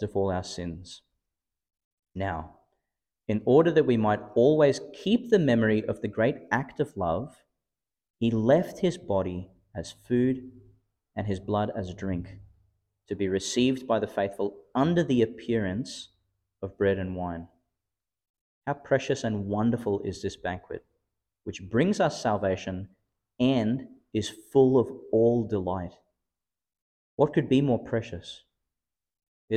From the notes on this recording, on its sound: Homily for the Solemnity of Corpus Christi, delivered in St Peter Chanel Catholic Church, Miriam Vale, Qld.